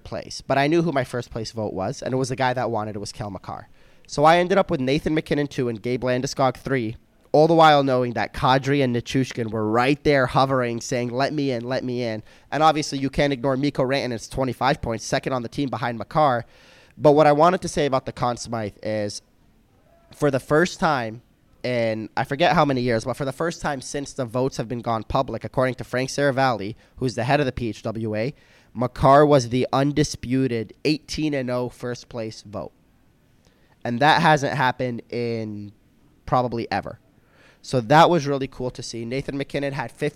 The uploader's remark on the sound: live from the media room at ice level of Amalie Arena